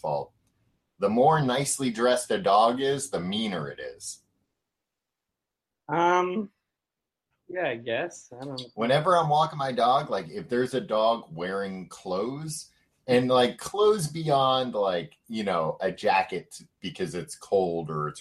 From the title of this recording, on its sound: May 2017 Google Hangout Audio